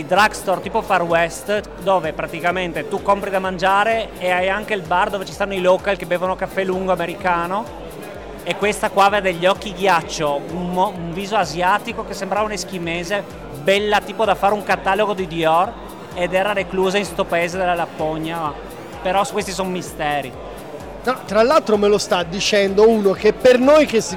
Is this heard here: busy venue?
yes